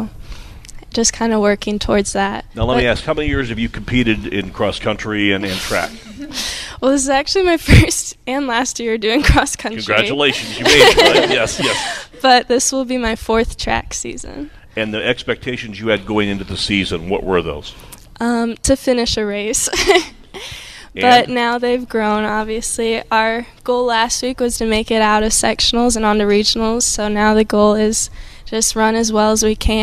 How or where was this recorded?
busy venue